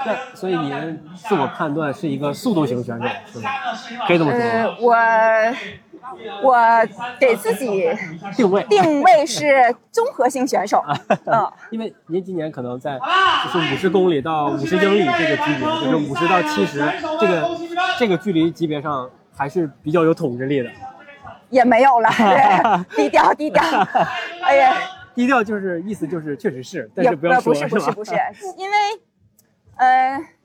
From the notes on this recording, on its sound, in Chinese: 这次我们来到凯乐石莫干山跑山赛的赛后现场，跟几位领奖台的精英跑者们聊聊。